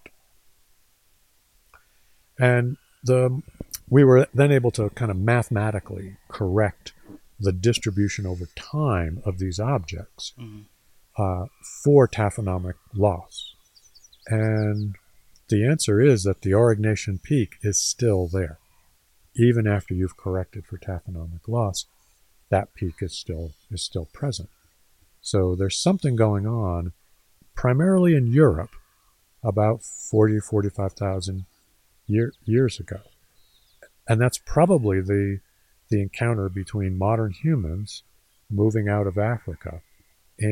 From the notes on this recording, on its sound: We filmed this live in the field at the LaPrele Mammoth Site, WY, so forgive me for the sound. Lots of cars and wind.